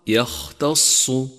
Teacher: لاحظ صفة الهمس لحرف الخاء في كلمة يختص. يختص، فإنك إذا أهملت همس الخاء صار غينا، أي هكذا يغتص، والصواب يختص.